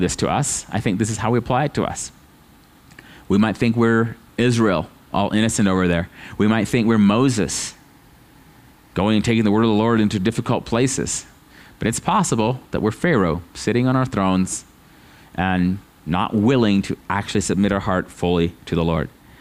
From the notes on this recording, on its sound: at Living Water Fellowship Denver's Sunday morning service